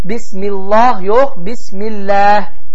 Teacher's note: Mimin də hərəkəsi kəsrədir, idir. Bu zaman Allah sözü də incə formada oxunur və bismillah deyə tələffüz oxunur